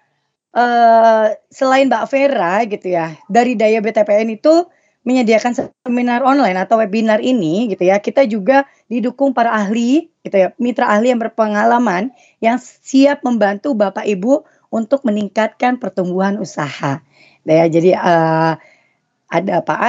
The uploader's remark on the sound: Audio : WEBINAR